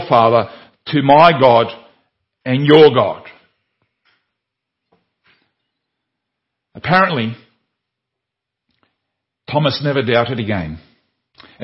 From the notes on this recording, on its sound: Sermon audio from Liverpool Baptist Church's morning services.